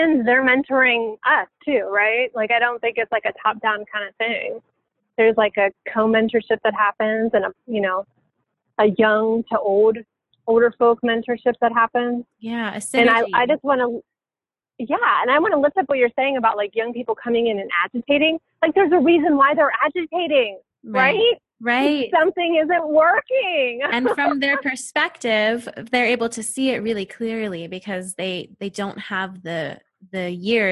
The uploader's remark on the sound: we had a phone conversation